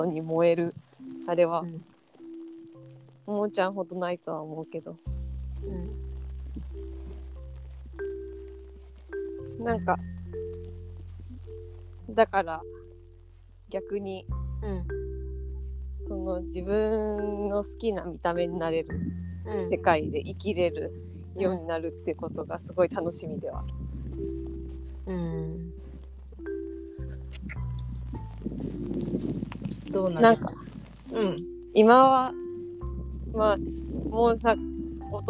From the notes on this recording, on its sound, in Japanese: 雑音多め。一部どうぶつの森のような音声バグあり。